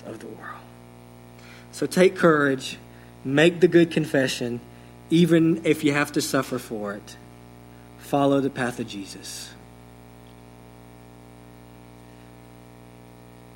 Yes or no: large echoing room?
yes